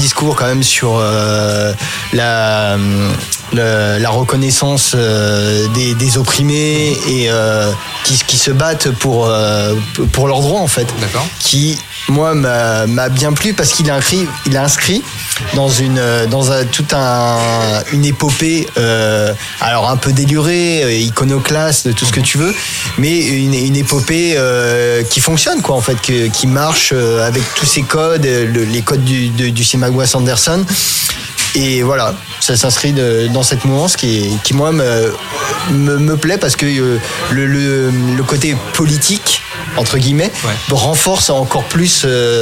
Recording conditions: busy venue